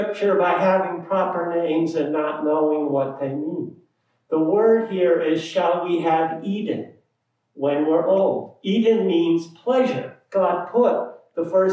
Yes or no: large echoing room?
yes